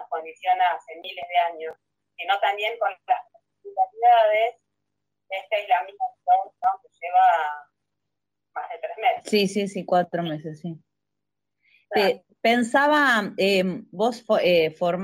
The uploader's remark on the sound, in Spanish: Entrevistas de cuarentena por Instagram Live